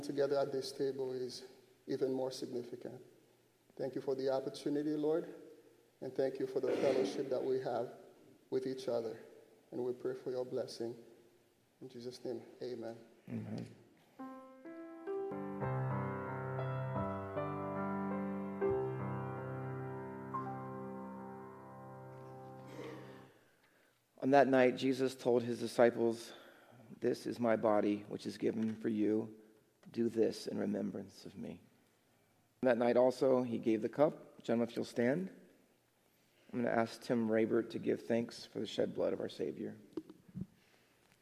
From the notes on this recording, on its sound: Faith Baptist Church in Hamilton, NJ.